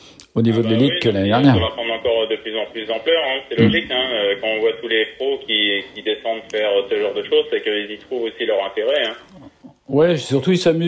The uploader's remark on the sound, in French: j’appelle au téléphone